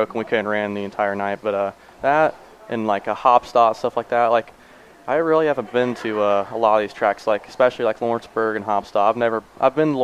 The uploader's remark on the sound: We stopped in at our sponsor, Hornville Tavern, to record this one!